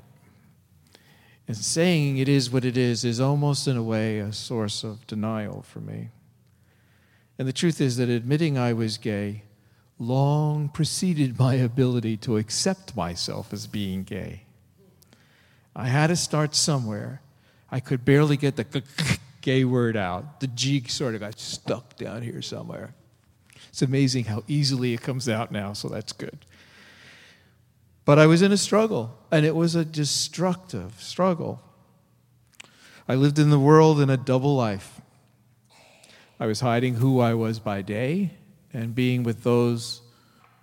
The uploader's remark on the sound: Delivered at First Congregational Church of Oakland, CA on March 23, 2014